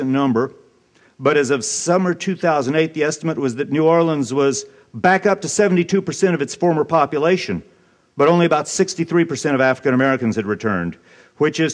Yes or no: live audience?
yes